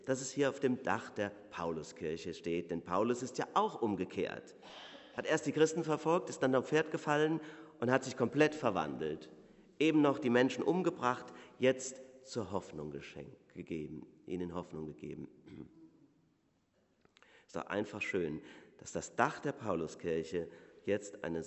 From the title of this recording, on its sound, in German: Predigt Pauluskirche